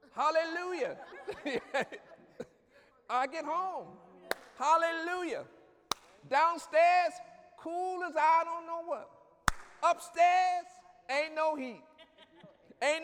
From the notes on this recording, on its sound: During Wednesday night service on June 21, 2017